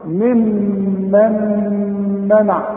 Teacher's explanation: الميم الأولى مقصورة، الميم الثانية عليها الشدة، شدة وفتحة، إذن تغنى لأنها اثنين ميم. وبعدين عندي غنة بتاعت النون استثنى اللي بعدها ميم كمان لأنها إدغام، النون بتخش في الميم دي.